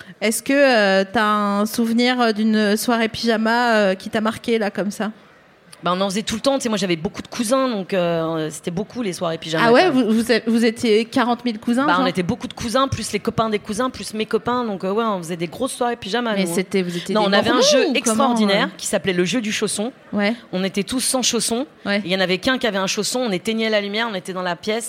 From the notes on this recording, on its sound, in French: Dans l’ambiance Feng Shui du Paris Podcast Festival. À La Gaîté Lyrique (3bis rue Papin, 75003 Paris).